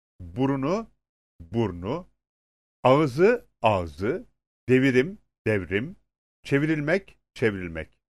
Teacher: İki heceli kimi sözcükler ünlü ile başlayan bir ek aldıklarında ikinci hecedeki ünlü düşer. · Term: Düşme